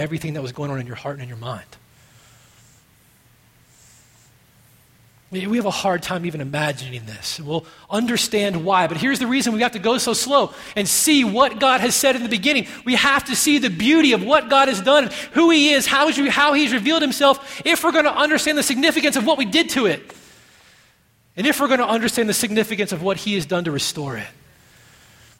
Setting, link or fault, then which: setting, large echoing room